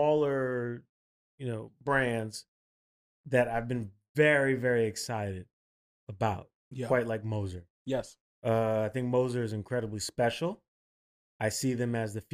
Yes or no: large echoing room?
no